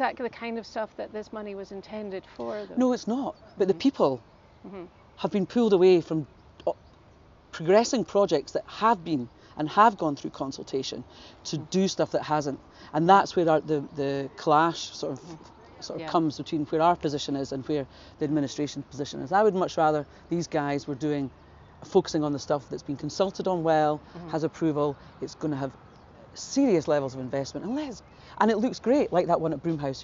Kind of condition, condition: setting, outdoors